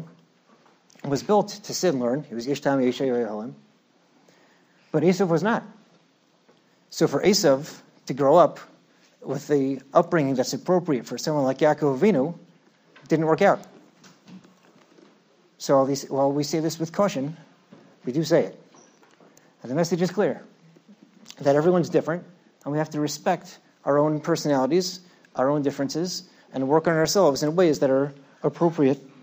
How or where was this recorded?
large echoing room